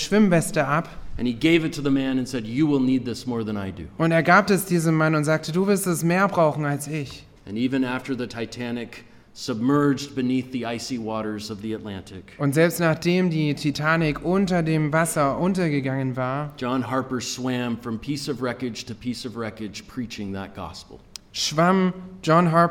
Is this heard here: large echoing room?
yes